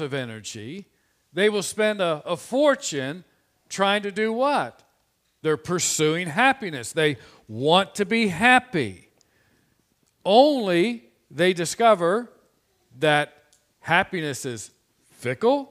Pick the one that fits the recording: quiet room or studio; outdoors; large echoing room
large echoing room